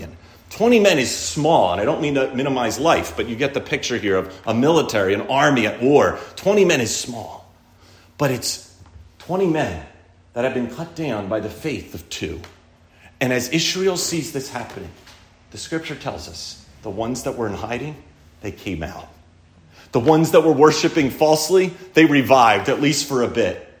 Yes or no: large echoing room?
yes